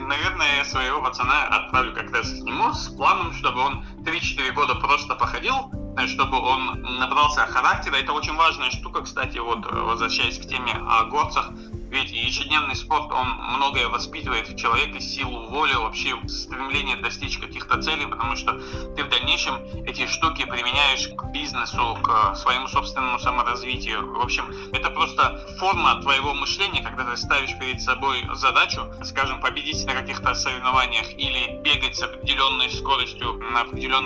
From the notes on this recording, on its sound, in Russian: Мы связались с писателем по телефону.